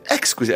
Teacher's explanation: c'est la première syllabe qui est accentuée, et non la seconde · Term: accent tonique